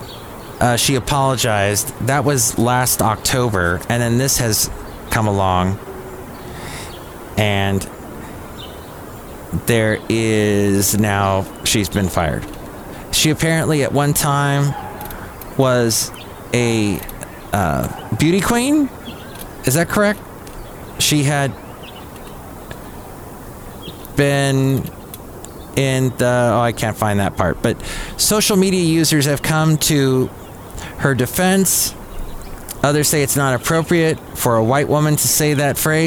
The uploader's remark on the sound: podcasts live from Café Anyway